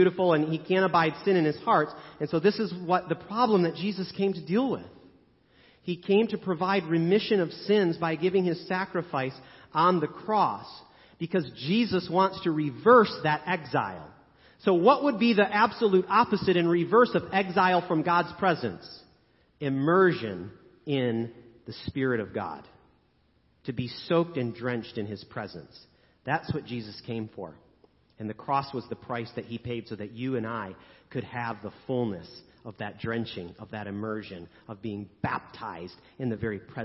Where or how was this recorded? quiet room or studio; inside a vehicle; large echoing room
large echoing room